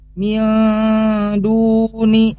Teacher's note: nun sukun bertemu dal, ini nunnya harus disamarkan